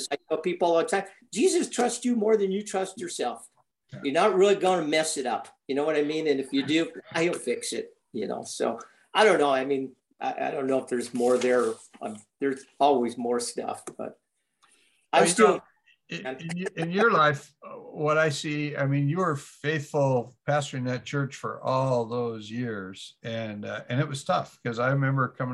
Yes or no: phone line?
no